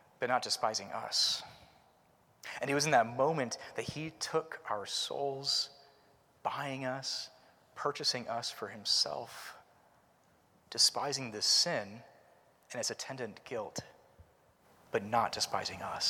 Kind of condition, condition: setting, large echoing room